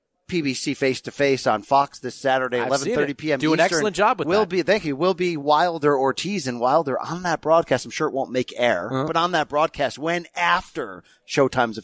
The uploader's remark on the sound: live at radio row for Dazn's historic matchup